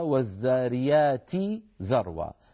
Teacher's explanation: الذاريات، مطلع سورة الذاريات لما يقول والذاريات ذروة، وأصلها والذاريات ذروة، فيبدل التاء ذالا ويدغم الذال في الذال فيصير النطق بذال مشددة لكن مع المد الطويل